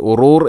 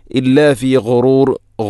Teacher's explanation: ഇല്ലാ ഫി ഗുറൂർ ഗൈന്, ഗൈ തൊണ്ടയുടെ ഏറ്റവും മുകൾ ഭാഗം · Shown in: second take